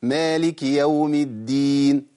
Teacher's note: أنا خليت الكاف ساكنة، يبقى حذف الحركة